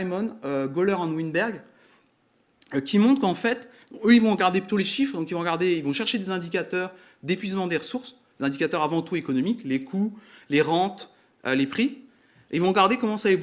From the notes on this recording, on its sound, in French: Conférence donnée à Grenoble.